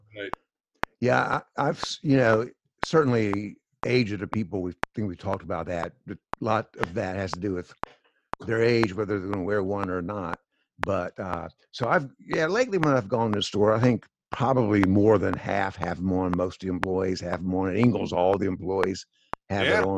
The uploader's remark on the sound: Zooming episodes